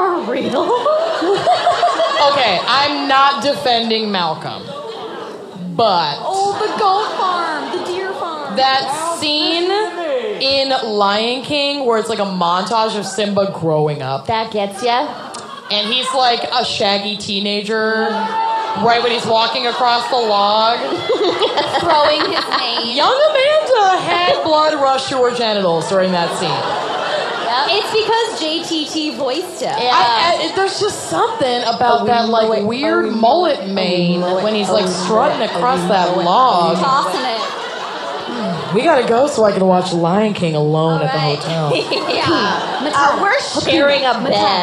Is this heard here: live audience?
yes